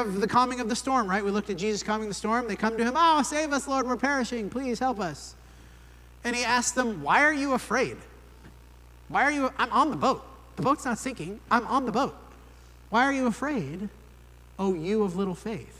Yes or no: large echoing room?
yes